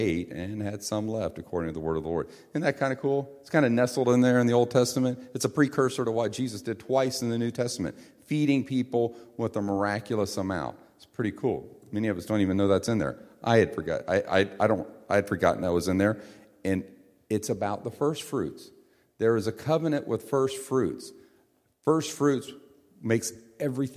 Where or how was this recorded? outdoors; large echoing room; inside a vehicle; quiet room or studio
large echoing room